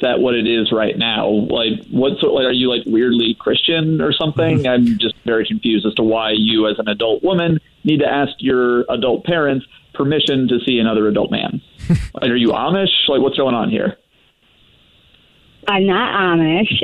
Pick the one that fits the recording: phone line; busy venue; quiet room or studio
phone line